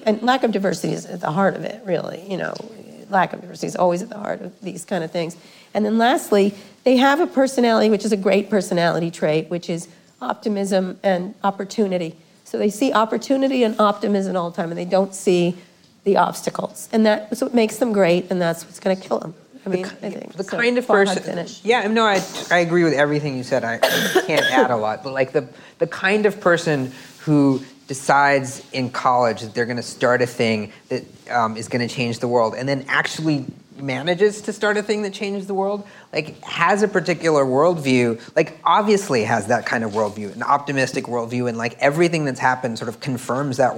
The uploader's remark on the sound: In front of a live audience at the University of California, Berkeley's journalism school.